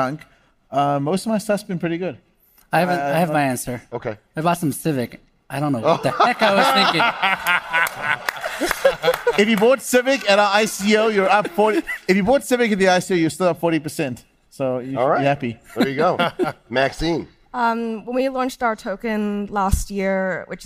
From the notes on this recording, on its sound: LIVE from World Crypto Con. We’re breaking all the rules with this special LIVE episode.